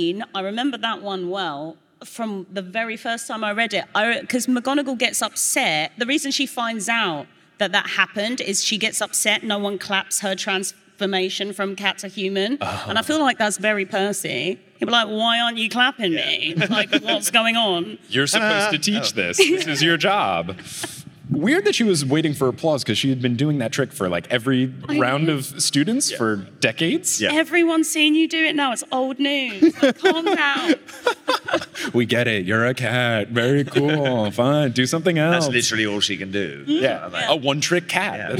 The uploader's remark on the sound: Live from LeakyCon Orlando 2022